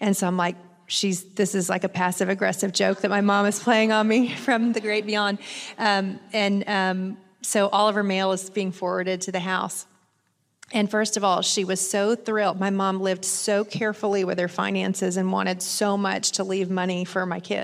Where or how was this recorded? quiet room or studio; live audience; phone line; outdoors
live audience